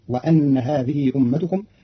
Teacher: قرأ قالون كلمة وإن بفتح الهمزة، فتصير وأن هذه أمتكم على تقدير حرف الجر قبلها.